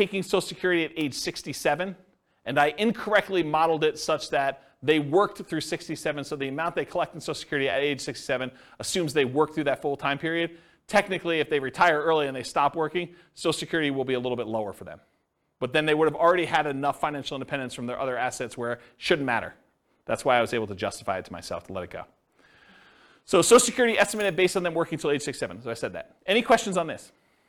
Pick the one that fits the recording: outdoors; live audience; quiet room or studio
live audience